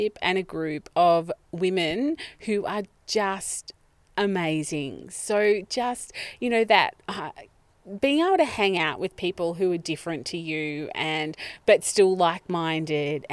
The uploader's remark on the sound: Recorded in the podcast van on the foreshore of Lake Mulwala.